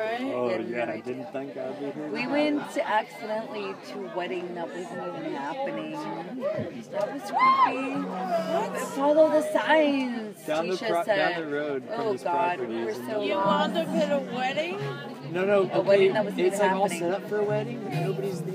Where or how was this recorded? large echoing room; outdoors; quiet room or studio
outdoors